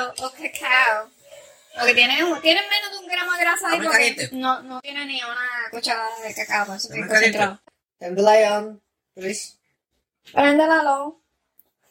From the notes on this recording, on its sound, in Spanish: Al toma y dame, conversaciones con mi esposo, son grabaciones que hace una esposa de conversaciones que ella tiene con su esposo. Las grabaciones son reales y espontaneas y grabadas desde un celular.